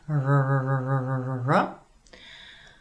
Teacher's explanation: robotí r, česky r, neklepe se, je tuhé